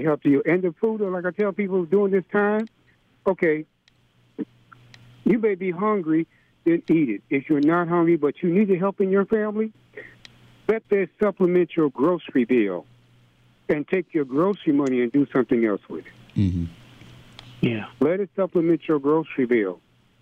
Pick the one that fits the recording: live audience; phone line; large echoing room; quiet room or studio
phone line